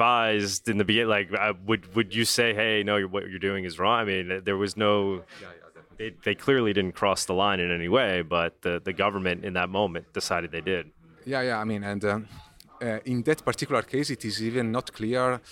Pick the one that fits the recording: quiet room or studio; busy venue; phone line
busy venue